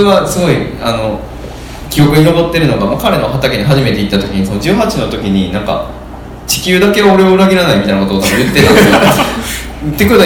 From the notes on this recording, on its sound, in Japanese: 8/4に開催した『微花』×『つち式』のトークイベント（恵文社一乗寺店）の音声